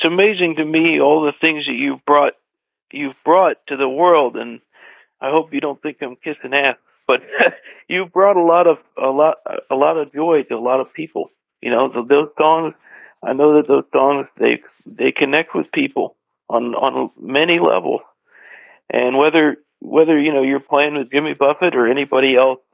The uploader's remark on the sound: From our radio archives. This was recorded by phone in 2008.